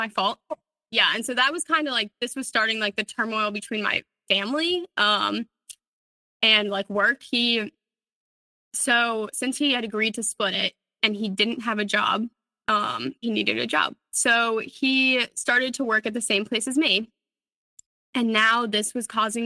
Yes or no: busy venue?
no